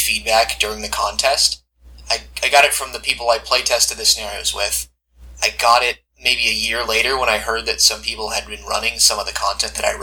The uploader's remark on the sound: Sorry about the audio quality this week